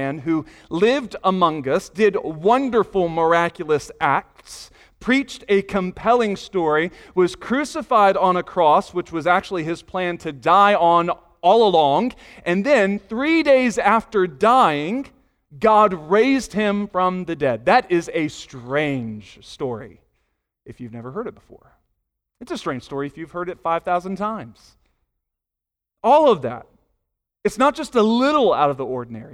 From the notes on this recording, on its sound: Sunday morning sermon audio